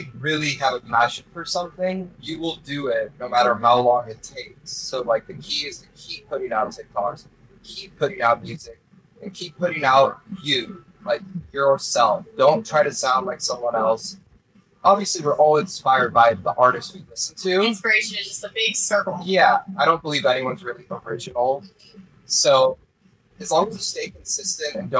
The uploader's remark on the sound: My hard drive failed shortly after this podcast was recorded. I've tried my absolute best to salvage these podcast files but unfortunately I had to take the sound from the camera recordings.